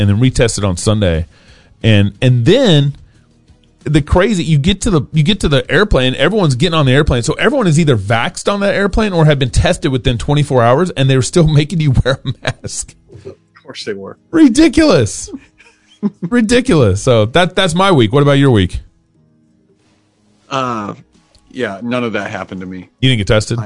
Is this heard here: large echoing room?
no